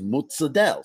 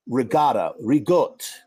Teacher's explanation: You completely erase the a at the end. · Term: Final syllables are deleted